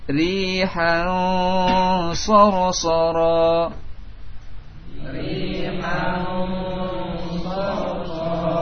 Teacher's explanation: Rihan sarsara, rihan sarsara, dengan ditahan dua harakat. Ikhfa ditahan dua harakat